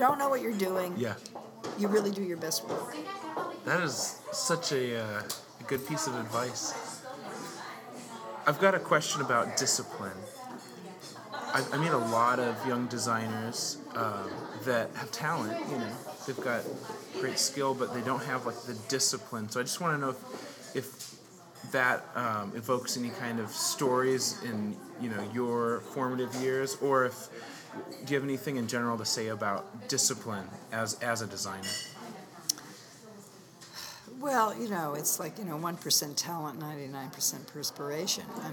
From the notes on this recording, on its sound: My first night at AIGA Minnesota’s Design Camp. I was at a special pre-conference dinner for the speakers, sponsors and media for the event.